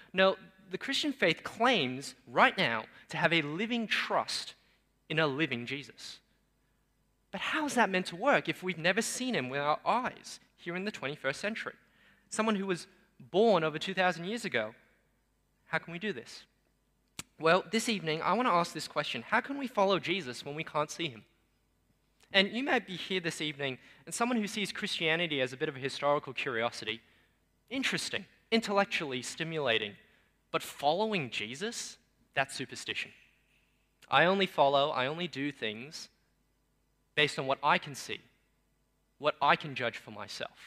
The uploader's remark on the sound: Sermon preached on 8 January 2023 at Newtown:Erskineville Anglican Church.